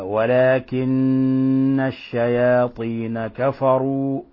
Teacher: لفظ ولكن حرف غن مشدد، النون مشددة، فحكمها حرف غن مشدد، تغن مقدار حركتين، نقرأها هكذا: ولكن الشياطين كفروا. فلا بد من الضغط على النون، ولا بد من إعطائها غنة مقدارها حركتين